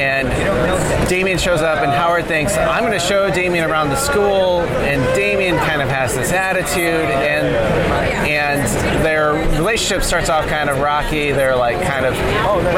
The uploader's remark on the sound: LIVE from SDCC '23